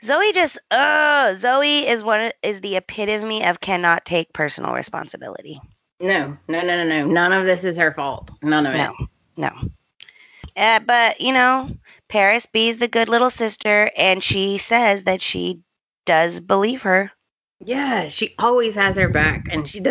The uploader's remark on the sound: Sorry for the sound we had issues this week.